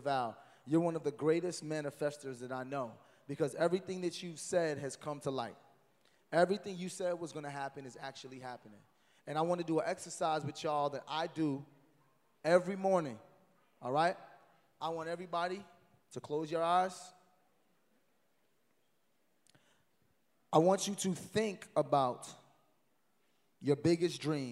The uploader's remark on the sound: LIVE IN DETROIT! The Dead Ass Live Podcast Tour stopped in Detroit and the D showed us love!